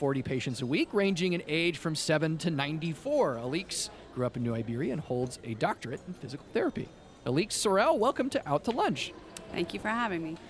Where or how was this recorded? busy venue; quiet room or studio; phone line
busy venue